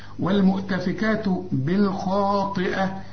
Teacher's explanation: الخاء مفخمة والطاء برضو لكن آخر درجات التفخيم لأنها مكسورة